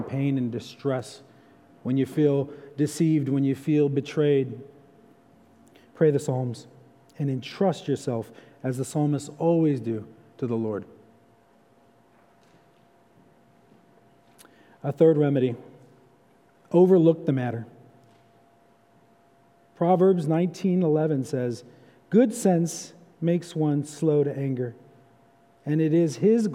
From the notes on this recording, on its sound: for evening service at Arlington Baptist Church in Arlington, Virginia.